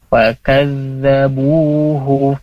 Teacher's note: Bu-nya mertobi'i, jadi dibaca dua harokat.